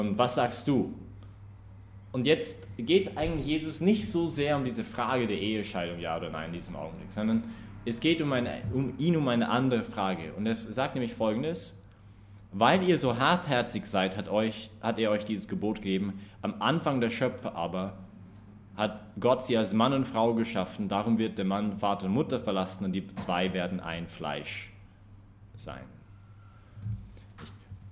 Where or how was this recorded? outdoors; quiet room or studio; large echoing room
large echoing room